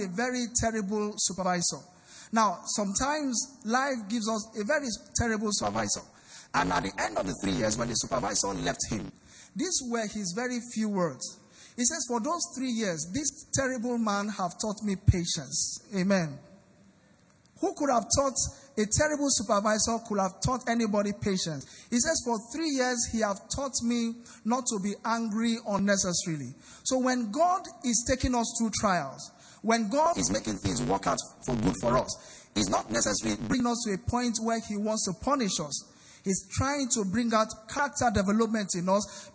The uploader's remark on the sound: Recorded LIVE at our Interactive Service on 4 Dec 2019. Venue is Grace Assembly, Yard 158 Kudirat Abiola Way, Oregun Ikeja.